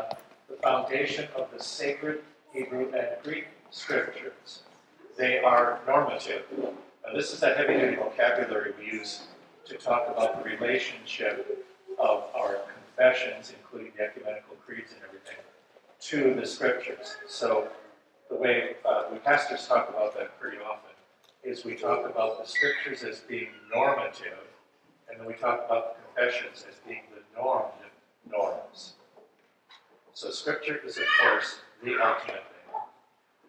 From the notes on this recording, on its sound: This episode is a recording of Plenary Session IV from Wittenberg Academy's Family Retreat.